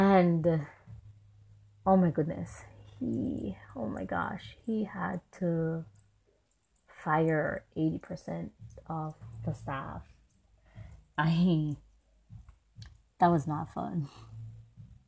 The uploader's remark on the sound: Don't mind the many nature sounds.